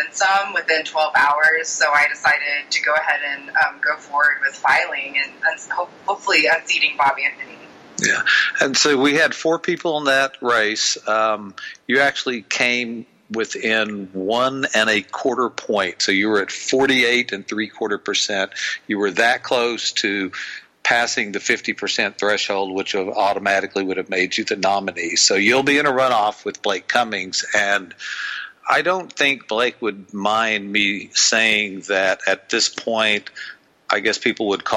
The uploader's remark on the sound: At the halfway mark, we bring. Joins us Live in the Living Room. By phone.